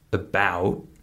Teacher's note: In the word about, that first syllable is unstressed · the second syllable, bowed, was probably four times longer than the first syllable